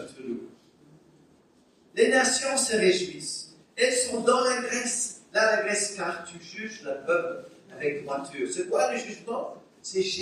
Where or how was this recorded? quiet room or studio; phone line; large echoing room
large echoing room